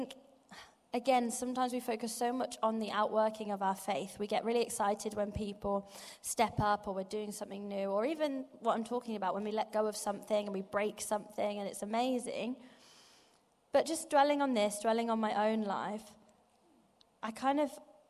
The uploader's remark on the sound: Live from Project 23. Over the next few weeks we are going to bringing you live sessions from the most recent Project 23 conference.